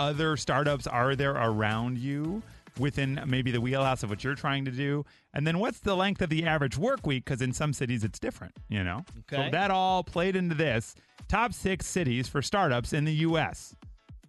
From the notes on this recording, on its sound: Even an assistant principal called in to the show.